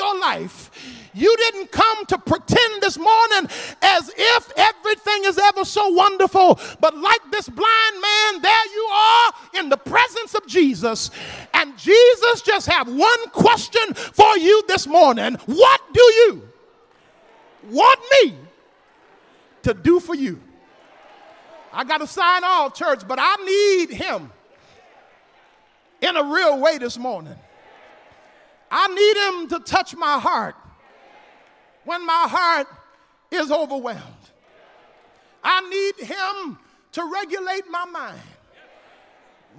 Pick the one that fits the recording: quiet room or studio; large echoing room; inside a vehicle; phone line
large echoing room